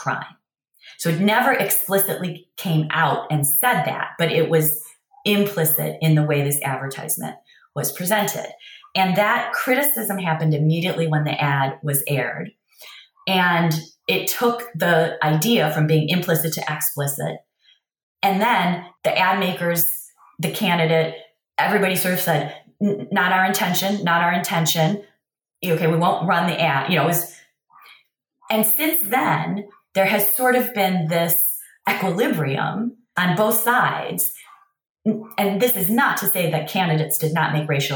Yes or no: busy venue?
no